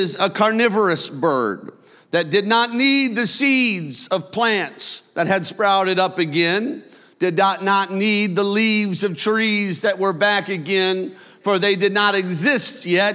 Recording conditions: large echoing room